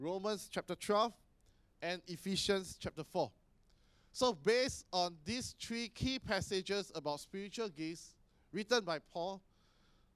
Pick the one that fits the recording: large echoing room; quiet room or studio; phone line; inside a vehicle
large echoing room